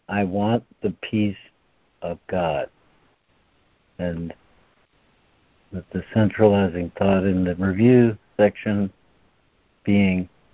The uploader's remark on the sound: ACIM Daily Conference Call.